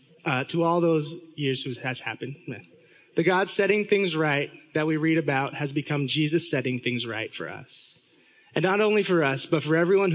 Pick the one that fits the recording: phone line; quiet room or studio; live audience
live audience